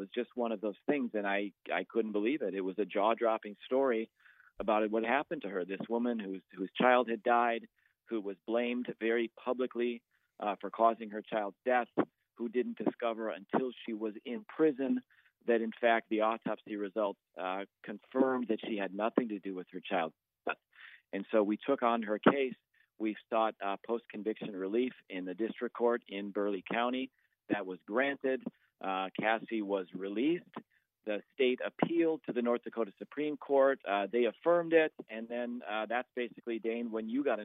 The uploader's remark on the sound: calls